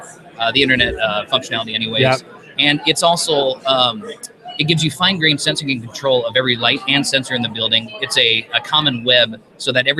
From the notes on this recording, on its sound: We are live from the Heartland Developer Conference in Omaha, Nebraska or HDC15.